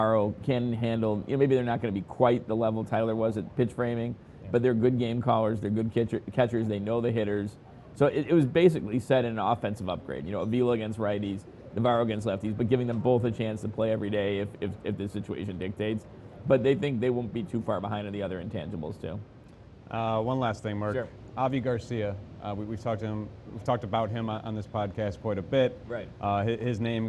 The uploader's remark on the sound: live in Nashville at the Winter Meetings